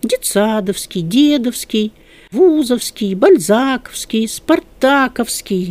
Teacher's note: И все они имеют ударение на корне